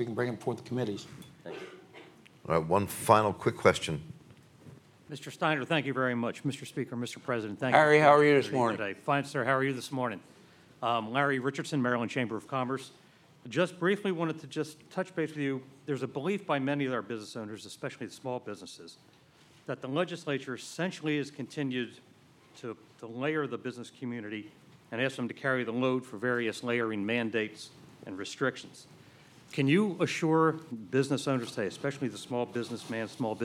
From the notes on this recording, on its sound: Before an audience of over 160 participants